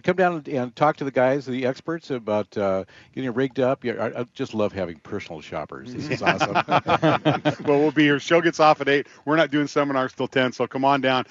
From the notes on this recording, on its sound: Live at Harbor Marine's North Sound Marine Expo. Live at the Port of Everett for the inaugural North Sound Marine Expo.